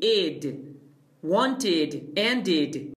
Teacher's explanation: Essa terminação não se pronuncia E com E mesmo, né? É entre um E e um I